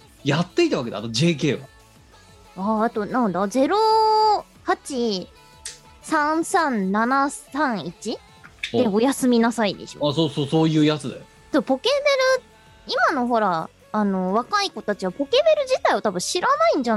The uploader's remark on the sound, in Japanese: 本番組はリモート収録です。収録時環境の影響により、聴き取り辛い部分があります。月曜夜収録。収録時環境の問題により、一部会話が特に聴き取り辛くなっております。途中で激しくノイズ等入りますが、収録時のものです。